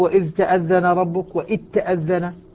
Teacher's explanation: الذال مع التاء، إدغام الذال في التاء